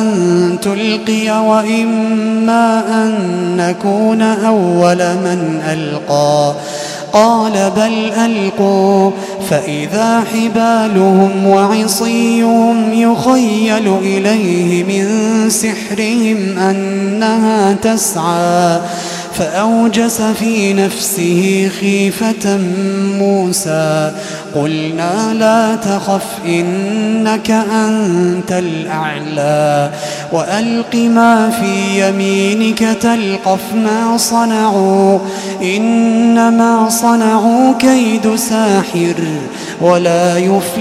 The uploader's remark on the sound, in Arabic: تسجيلات من صلاة التراويح لشهر رمضان عام 2016.